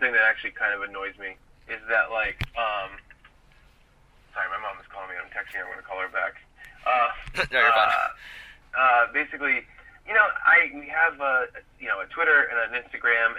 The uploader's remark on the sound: Recorded in my car on a really hot afternoon in Indiana. Joins me via phone.